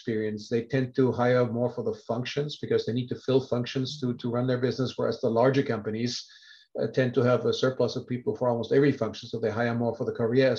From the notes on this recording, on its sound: In CM Industrial’s latest live webinar, we spoke to water industry leaders.